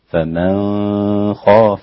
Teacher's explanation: يخفي النون الساكنة في الخاء ولا يظهرها كما يفعل الباقين من القراء، فيقول: فمن خاف إخفاء النون الساكنة عند الخاء.